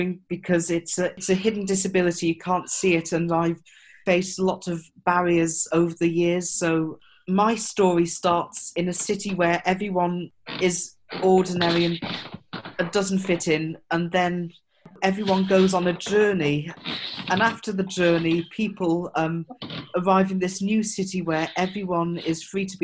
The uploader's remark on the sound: This conversation was recorded at a live Zoom-based listening party